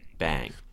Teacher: that velar nasal, the one on your soft palate, the so-called NG sound, does not take this ash tensing that we're talking about.